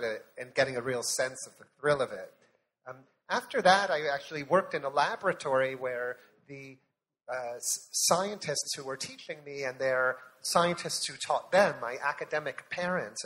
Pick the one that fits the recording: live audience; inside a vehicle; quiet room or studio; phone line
live audience